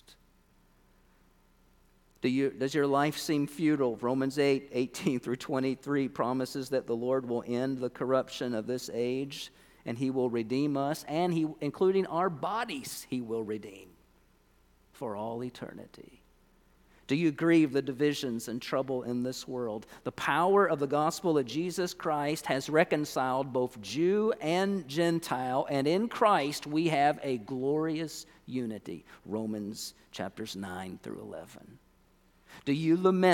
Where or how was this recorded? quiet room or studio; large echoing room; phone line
large echoing room